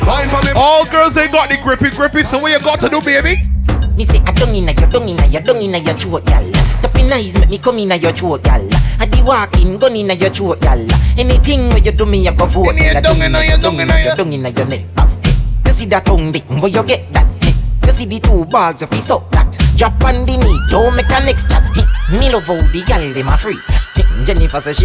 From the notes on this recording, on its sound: LIVE AUDIO FROM IMPROMPTU. BIRTHDAY PARTY (INVITE ONLY) BARBADOS.